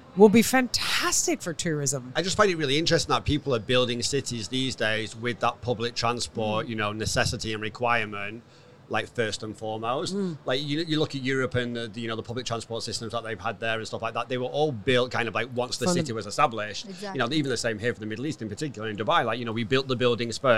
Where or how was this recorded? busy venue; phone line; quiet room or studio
busy venue